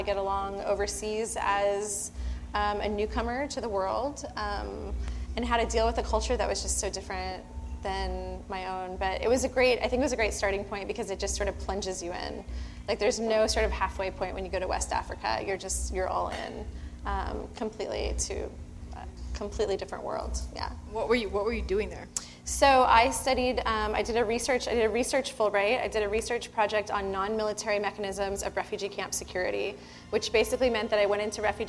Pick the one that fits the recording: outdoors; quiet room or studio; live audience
live audience